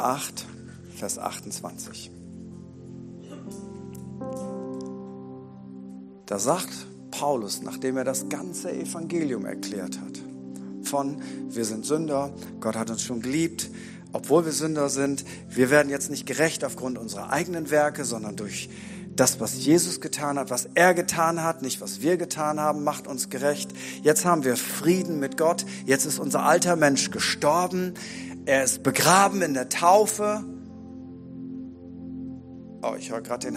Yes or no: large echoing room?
yes